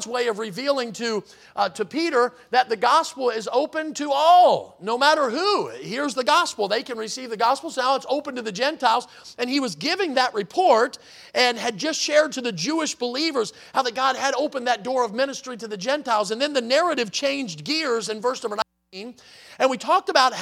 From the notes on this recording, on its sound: in the Sunday Evening Service on August 20, 2023, at Victory Baptist Church in Boonsboro, Maryland